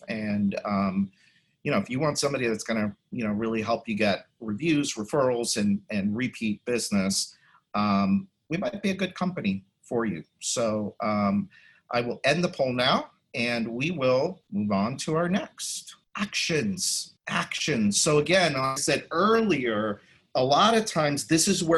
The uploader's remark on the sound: you’ll hear the audio from a special online event